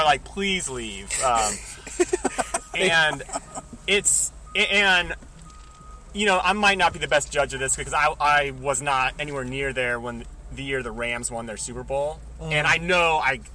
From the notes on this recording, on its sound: Live and Inside a Car! Met up in Chicago, Illinois, to record our first live, in-person episode.